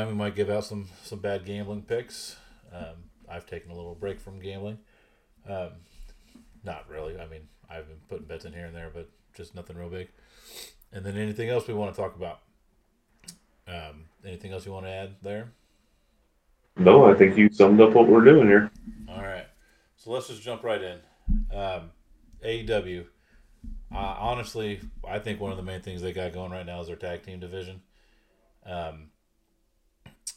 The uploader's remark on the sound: Forgive the audio, it's the first show.